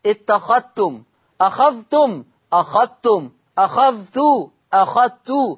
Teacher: أضغم ورش الذال الساكنة في التاء المتحركة في لفظ اتخذتم، لا يتلفظ بالذال · Term: إضغام الذال الساكنة